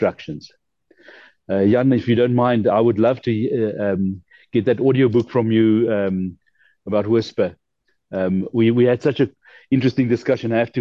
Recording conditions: video call